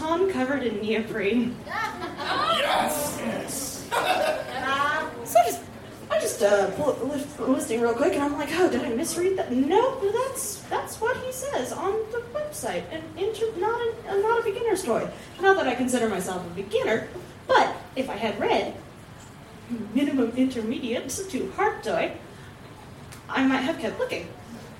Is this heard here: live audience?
yes